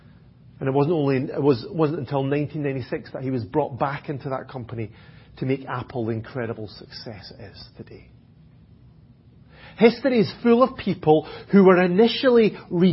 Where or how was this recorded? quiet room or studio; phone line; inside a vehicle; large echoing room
large echoing room